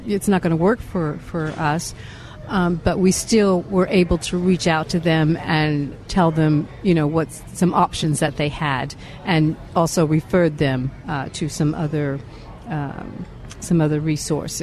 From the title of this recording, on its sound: Live From Union Rescue Mission's Turkey Fry 2023 continued